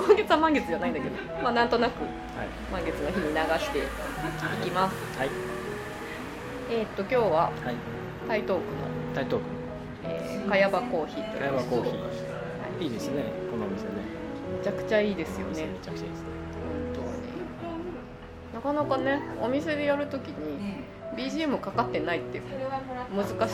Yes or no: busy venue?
yes